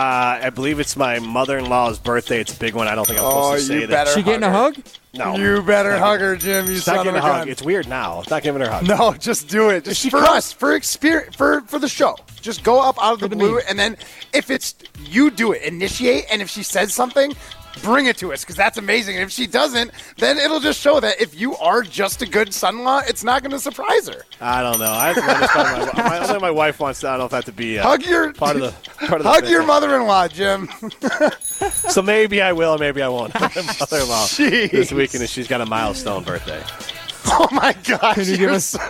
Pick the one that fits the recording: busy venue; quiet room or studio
busy venue